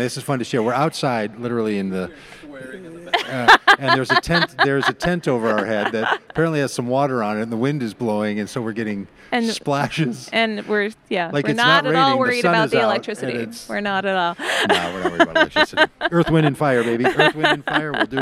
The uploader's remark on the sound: at the Wild Goose Festival in North Carolina in July of 2023